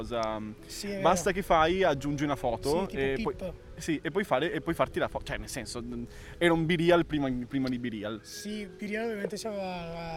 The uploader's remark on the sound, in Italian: In questa puntata live a Parco Sempione